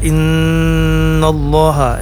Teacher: Ada nun yang bertasydid pada kata innallaha, ini namanya gunnah musyaddadah, panjangnya 4 harakat